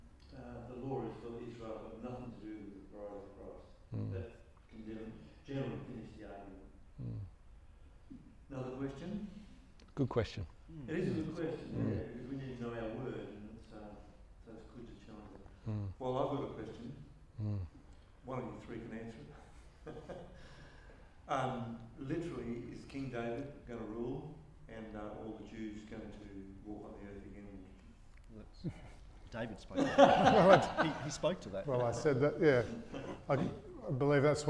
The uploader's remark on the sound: In September we hosted the first Awake Conference Perth. Excerpts from our final session of the day, the Q&A.